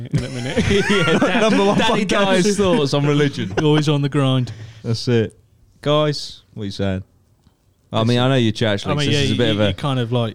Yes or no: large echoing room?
no